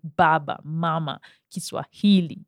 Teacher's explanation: you stress the second last